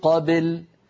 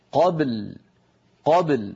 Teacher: نقلقل الباء ساكنة ونتبعها بلام ساكنة · Shown in: second take